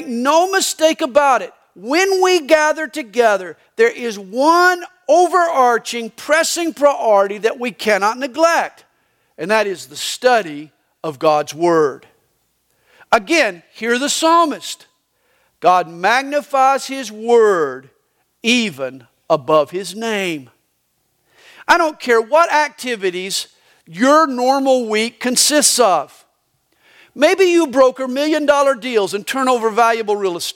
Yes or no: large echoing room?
yes